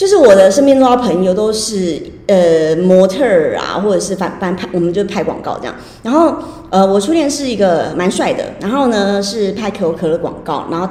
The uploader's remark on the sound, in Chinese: 我現在上架才發現錄的時候回音有點重。